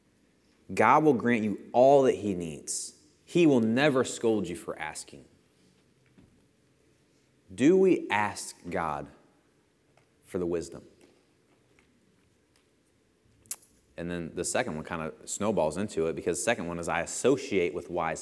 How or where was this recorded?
large echoing room